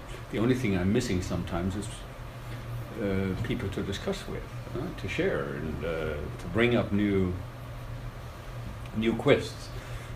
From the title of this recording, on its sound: lecture at Tallinn University 21.11.2018